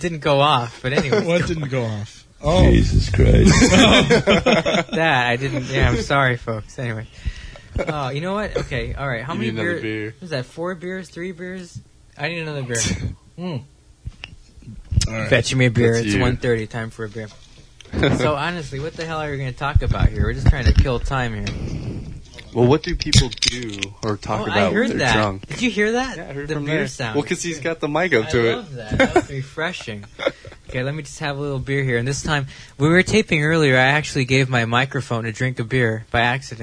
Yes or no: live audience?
no